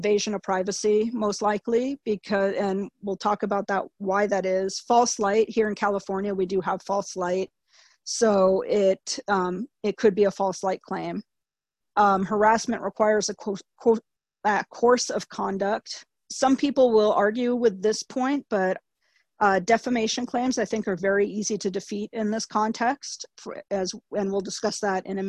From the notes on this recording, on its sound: Please note that the audio was recorded over a Zoom webinar and may have some playback issues.